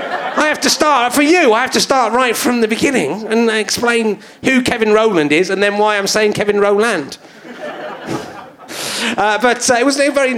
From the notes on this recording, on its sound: Leicester Square Theatre Podcast. To the consternation of his audience who just want to hear the old ones.